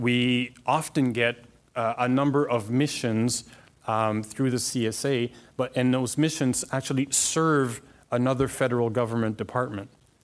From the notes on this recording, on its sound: Surprised the audience at the CASI ASTRO 18 conference with his talk. The audience listened attentively.